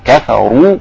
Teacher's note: والراء هنا مفخمة، أرجع بقى أفخم الراء لأنها مضمومة